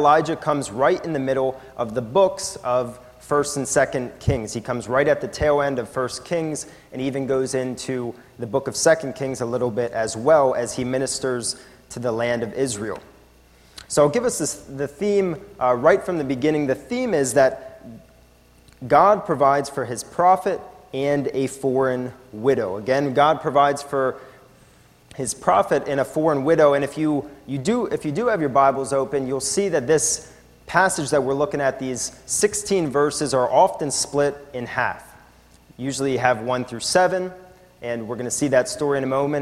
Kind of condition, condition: setting, large echoing room